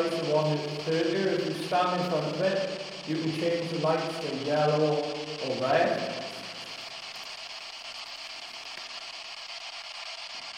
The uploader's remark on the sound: In this special episode of Ghost Talk we are recording from Drakelow tunnels in Kidderminster.